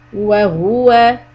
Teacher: make sure your lips are very rounded for the middle ها sound